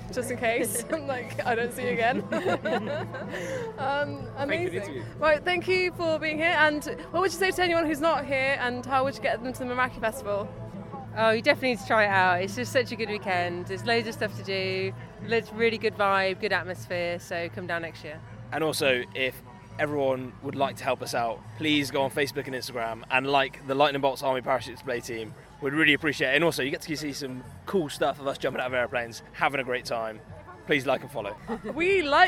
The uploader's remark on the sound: Meraki Festival Podcast 2019. With interviews from the festival.